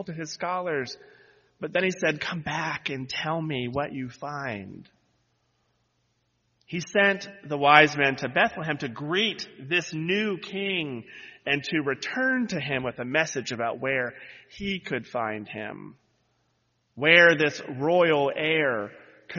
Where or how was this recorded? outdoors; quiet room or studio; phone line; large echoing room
large echoing room